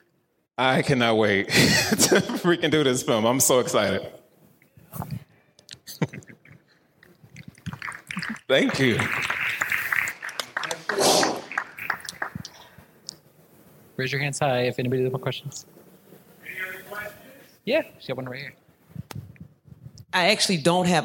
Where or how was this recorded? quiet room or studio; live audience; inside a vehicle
live audience